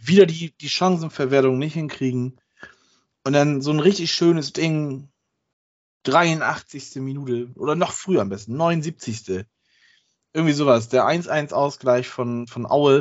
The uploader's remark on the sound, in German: Aufgezeichnet am 06.05.2022 via Skype